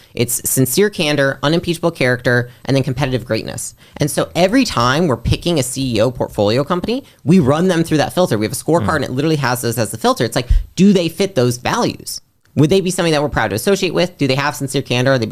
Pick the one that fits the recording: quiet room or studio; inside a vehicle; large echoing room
quiet room or studio